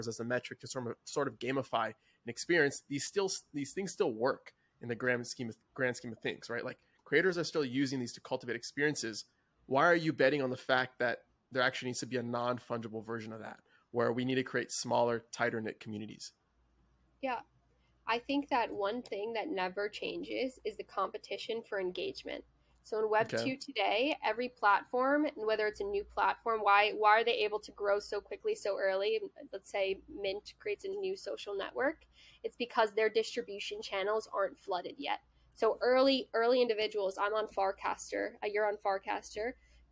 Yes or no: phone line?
no